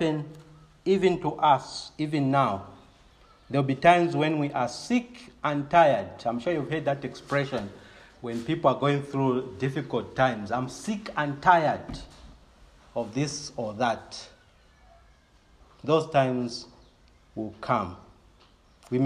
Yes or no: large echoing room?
yes